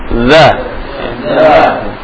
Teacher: Dan dia agak menyeret seperti pada huruf-huruf rokhwah lainnya. Sebelum diucapkan ada seretan sedikit. Za. Tidak boleh desis, ya. · Term: huruf zal